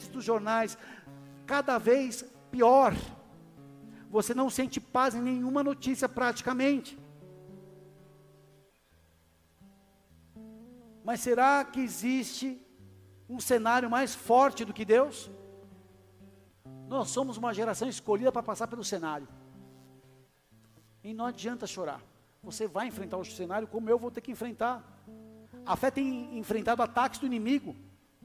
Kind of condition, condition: setting, large echoing room